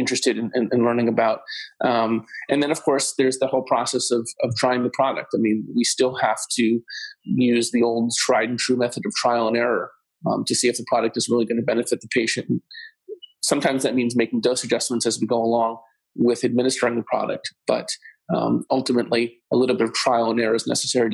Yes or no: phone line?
no